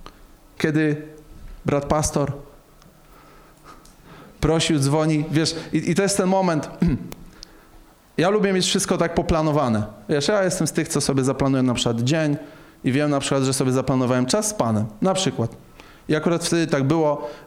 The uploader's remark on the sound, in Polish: Nauczanie zostało nagrane podczas spotkania Makrogrupy NOF Church 18.11.2021 r.